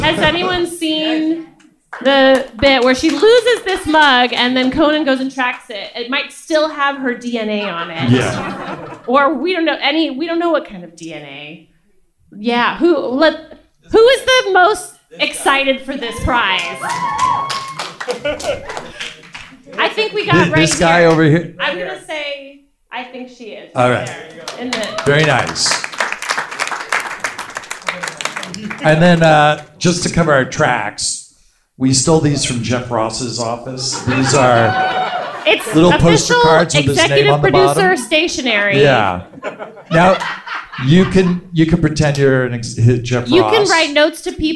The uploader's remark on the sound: Live from Just For Laughs 2019.